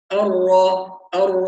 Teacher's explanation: في كلمة الرحمن تكثر بعض الأخطاء الشائعة، يعني نبهنا في الاستعاذة على تكرير الراء، أر هذا خطأ، نجعل التكرير خفيفا، يعني تكرر الراء لكن تكرار خفيف